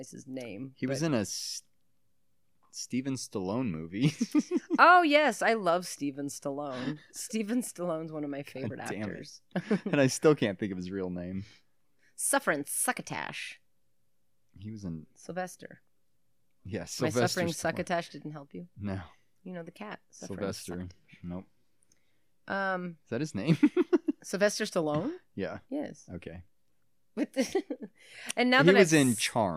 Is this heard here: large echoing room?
no